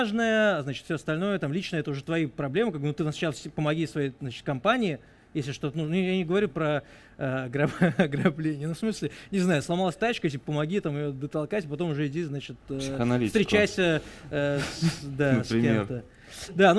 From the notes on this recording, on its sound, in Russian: Случилось так, что вышли не только за пределы разговора об Армении, но и за границы радиостудии, организовав во дворе пространства «Рихтер» в Москве публичную запись подкаста.